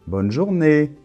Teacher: l'accent tonique est à la fin